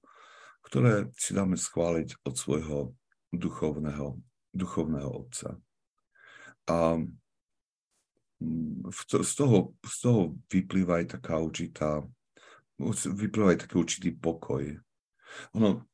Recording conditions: video call